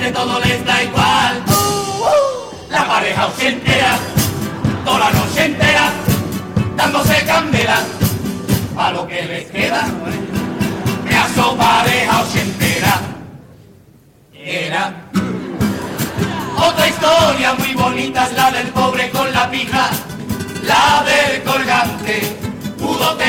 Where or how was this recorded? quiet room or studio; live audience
live audience